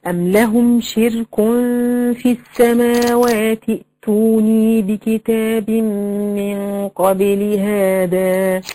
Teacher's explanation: لو أنا وصلت هسقط همزة الوسط اللي أنت شايفاها في كلمة ايتوني دي خالص